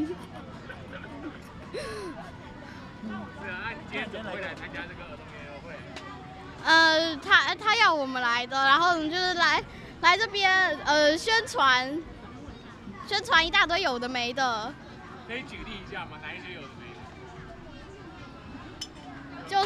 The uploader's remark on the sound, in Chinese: 北投兒童人權園遊會活動中，孩子們的真實聲音。本集收錄了 2021 年我們攤位參加由台灣親子共學教育促進會舉辦的兒童人權園遊會攤位，我們所設置的錄音闖關活動。前面七分鐘是將來訪攤位的各個家庭的聲音所合成的第一個段落。